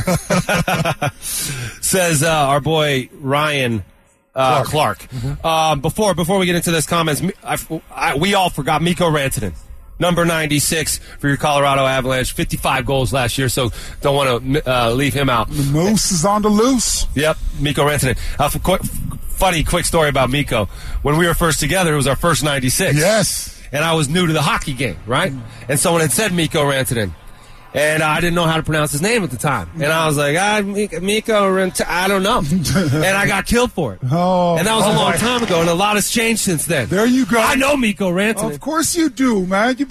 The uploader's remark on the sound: live from Training Camp